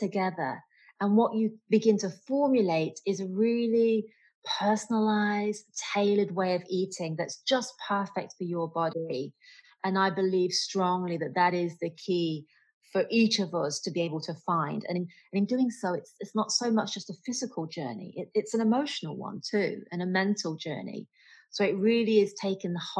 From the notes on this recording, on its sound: has a Zoom chat